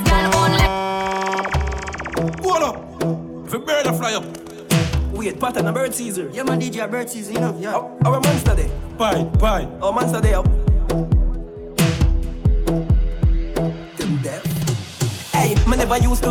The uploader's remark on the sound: Live audio recording of my session at Island Saturdays on March 5th, 2022.